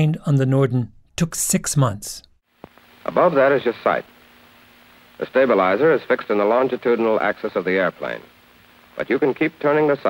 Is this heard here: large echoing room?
no